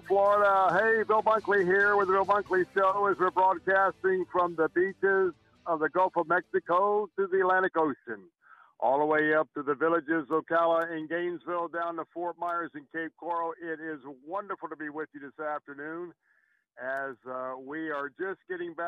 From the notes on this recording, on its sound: Called in from Jerusalem.